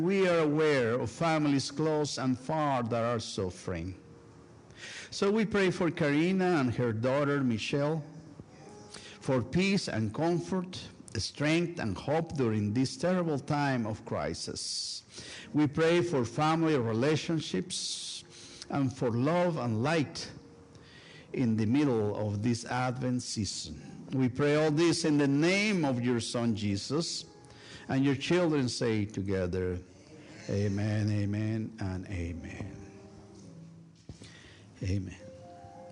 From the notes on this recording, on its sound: A special recorded live service on December 3, 2023. Join First United Methodist Church of Pacoima for a special recorded live service. We are located at 12550 Van Nuys Blvd.